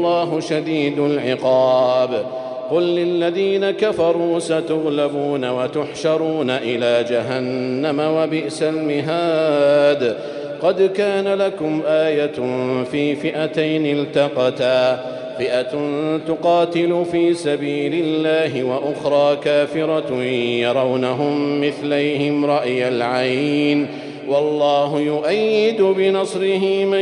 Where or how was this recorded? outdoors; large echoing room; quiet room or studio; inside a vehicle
large echoing room